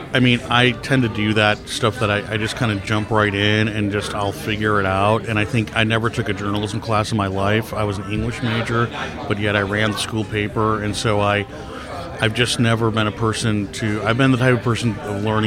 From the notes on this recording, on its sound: Recorded at Carol's Pub in Chicago. Recorded at Carol's Pub in Chicago.